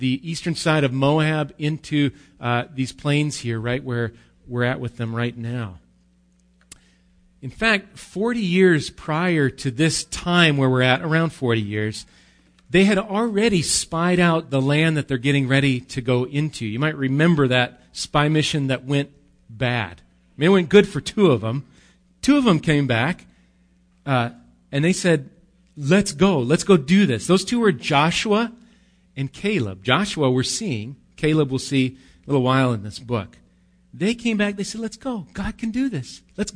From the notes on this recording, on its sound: Recorded live at Bethany Bible Church.